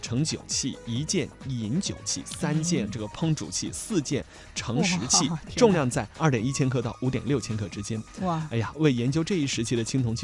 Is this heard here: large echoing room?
no